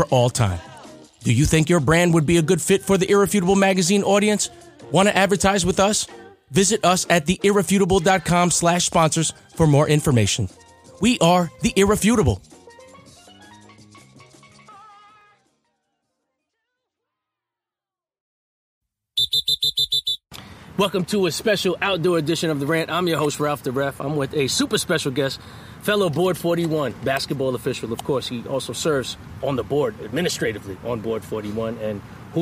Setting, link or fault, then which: setting, outdoors